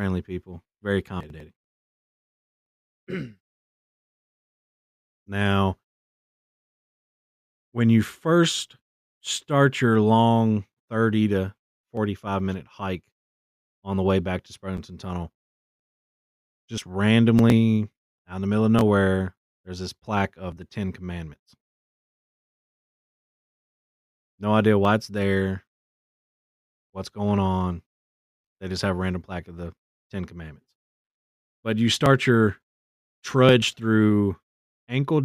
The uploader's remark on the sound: We realize that the audio in this episode is glitchy and are working to resolve the issue in future episodes.